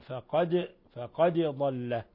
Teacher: وقرأ الباقون بفك الإضغام